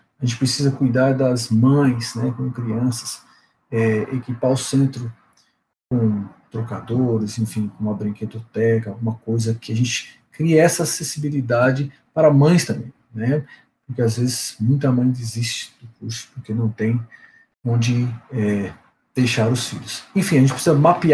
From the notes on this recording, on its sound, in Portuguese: Gravado via Dircord.